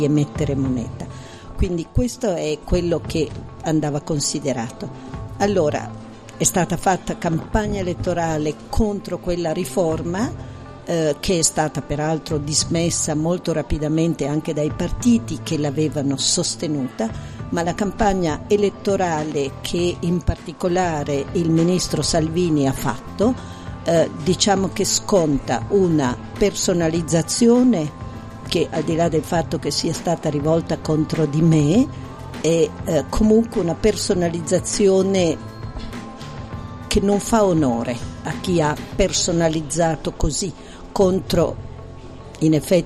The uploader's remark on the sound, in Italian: dalla postazione di Sanbaradio al Festival dell'Economia di Trento